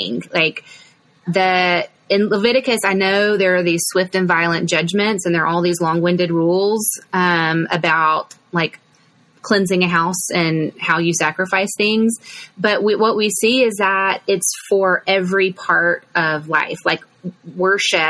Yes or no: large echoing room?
no